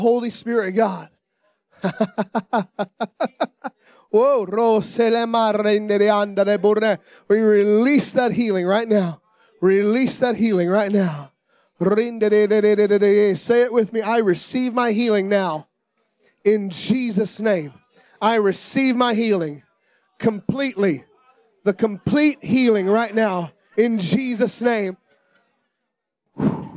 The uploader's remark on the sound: The first service of the Calling All Revivalist Conference. Revival Life Church Boca Raton, FL.